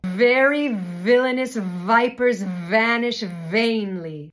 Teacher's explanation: Let's practice this with the phrase, very villainous vipers vanish vainly. But you're gonna really elongate the V consonant and concentrate on the air flowing through the V and into the vowel